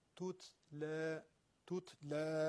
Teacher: این ت ساکن وسط رو خوب بگید، نه تکون بخوره نه اصلا کلا از بین بره